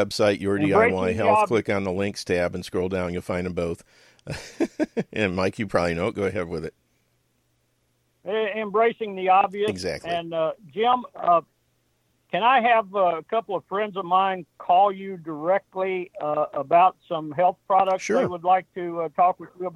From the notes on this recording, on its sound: joins the call and after some technical issues are solved